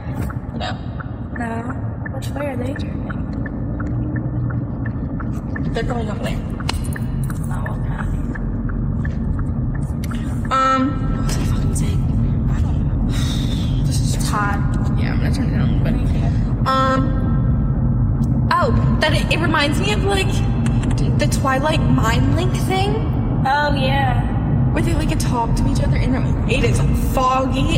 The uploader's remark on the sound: all while in the car